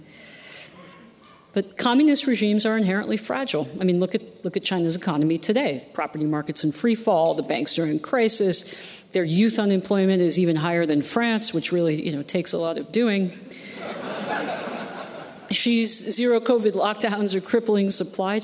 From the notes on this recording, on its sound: at this year's Acton Institute Annual Dinner